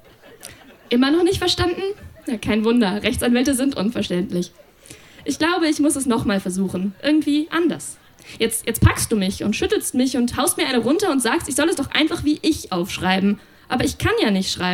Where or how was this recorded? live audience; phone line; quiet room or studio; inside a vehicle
live audience